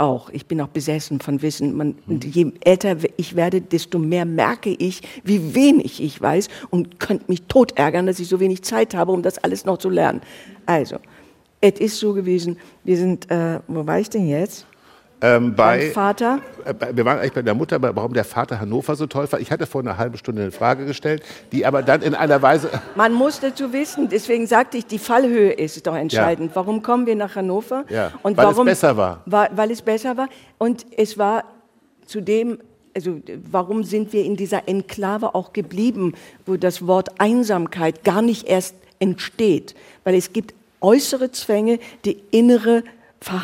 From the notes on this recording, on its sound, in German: In der dortigen Ritterakademie. Vor begeistertem Publikum.